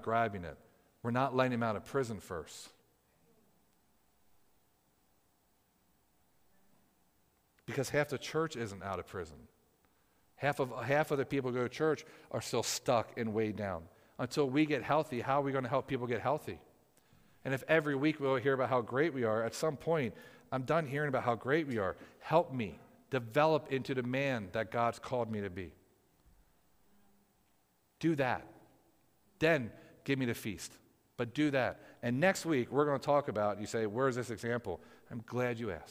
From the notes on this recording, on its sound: Audio from PFFM's Live Prophetic Service on March 31st, 2023!